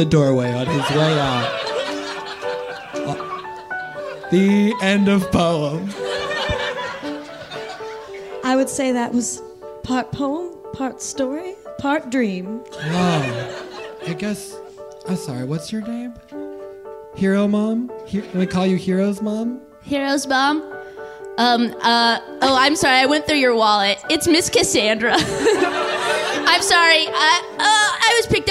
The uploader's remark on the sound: Live at Nerdmelt. Stay til the end for a very special live cast and crew q&a!